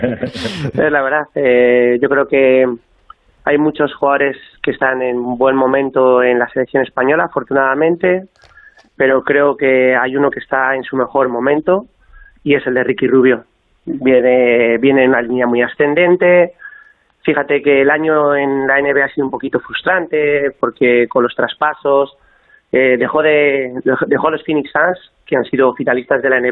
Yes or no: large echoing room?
no